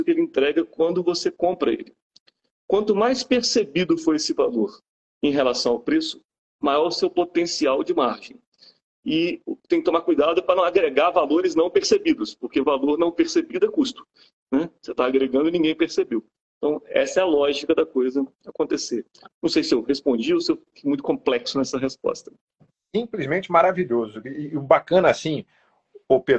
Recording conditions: video call